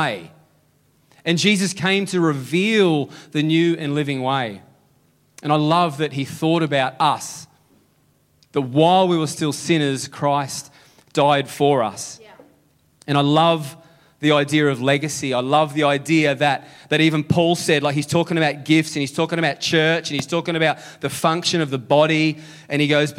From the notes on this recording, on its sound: Sunday July 23 Echo Church Melbourne